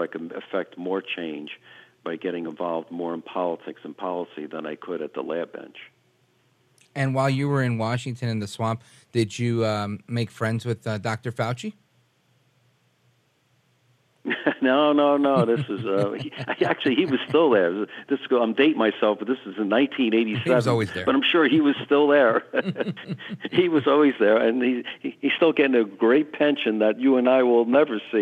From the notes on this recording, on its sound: takes your phone calls in open phones across America